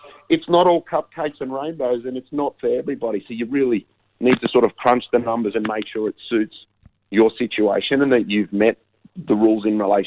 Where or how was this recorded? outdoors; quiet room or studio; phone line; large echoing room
phone line